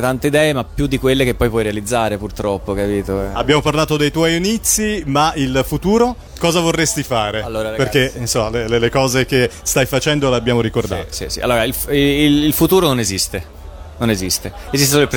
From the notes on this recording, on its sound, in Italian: Da Etna Comics 2016 la nostra intervista